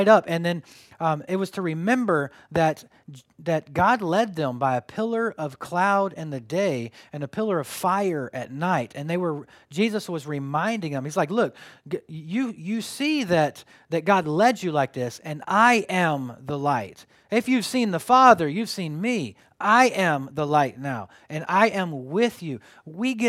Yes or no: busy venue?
no